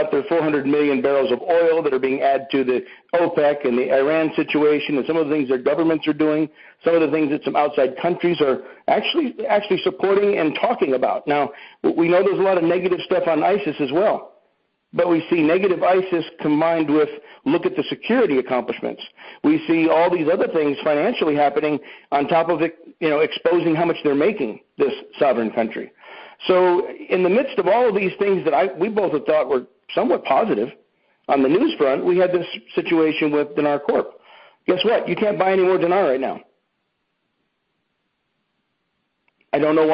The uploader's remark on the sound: Here is a conference call